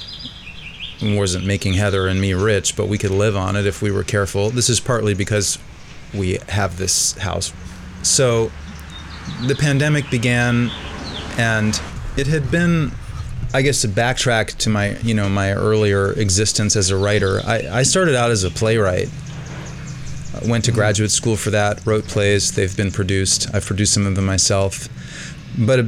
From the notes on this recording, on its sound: front porch in downtown Durham, which displays itself in the background of our conversation in vivid voice.